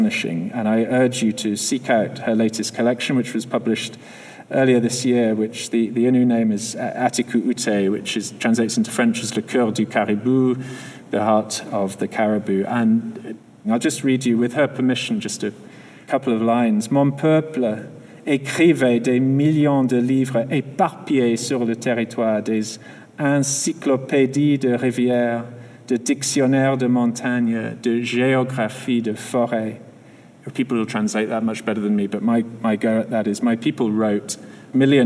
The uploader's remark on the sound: Spoke at a special event at the Royal Ontario Museum. Where he accepted the inaugural Weston International Award, presented by the Writers' Trust of Canada.